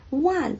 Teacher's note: 其实在粤语跟普通话的分别是它的声母不一样。普通话的声母是乌，粤语的声母呢是摸